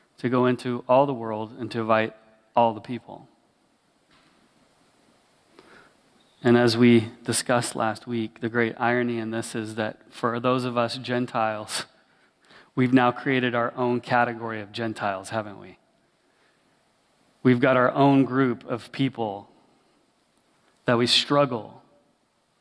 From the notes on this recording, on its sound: Sermon recorded at Willow Creek Baptist Church in Midhurst, Ontario.